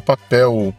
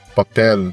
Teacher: Então, por exemplo, a palavra papel, ela termina com a letra L, e aqui no Brasil a gente fala papel, com som de U no final · Shown in: first take